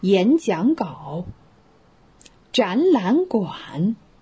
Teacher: 是不是前面两个都变成了二声啊？对，因为展览是一个语义，馆可以